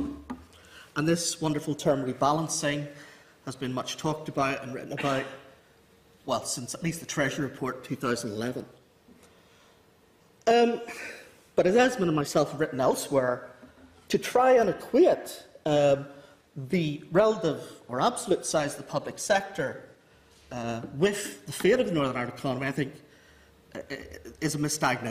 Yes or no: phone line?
no